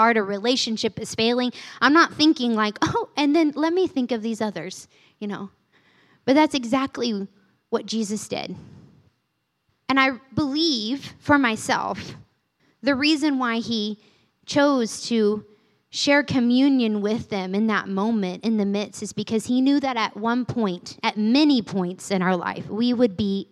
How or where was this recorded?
large echoing room